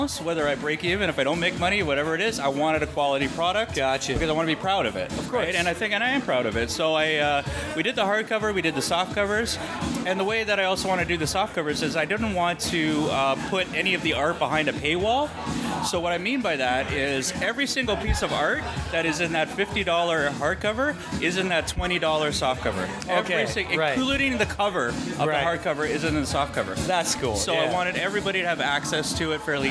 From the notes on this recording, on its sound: Live chats from Gotham Central Comics and Collectables' Summer Bash